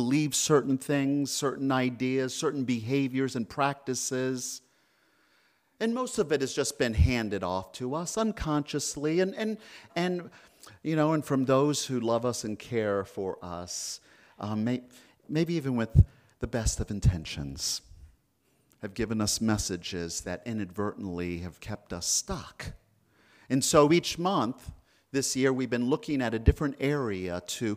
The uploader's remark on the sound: This message was delivered at Concordia Center for Spiritual Living in Rhode Island